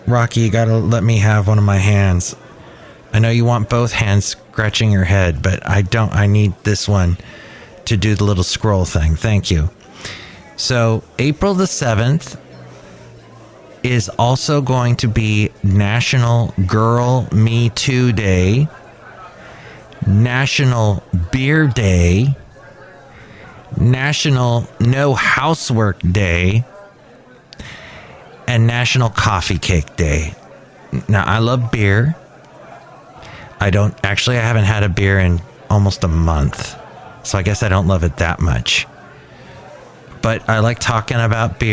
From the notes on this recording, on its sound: podcasts live from Cafe Anyway